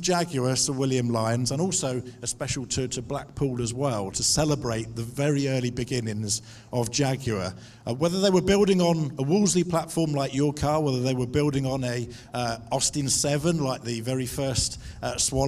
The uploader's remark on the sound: Our star interview from the Summer Jaguar Festival, held at Bicester Heritage. On the live stage.